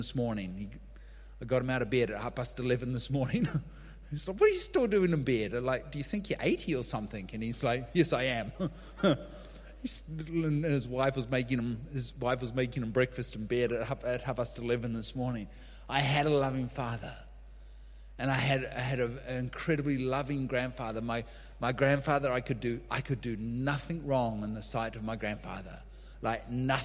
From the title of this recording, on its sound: LIVE at Echo Church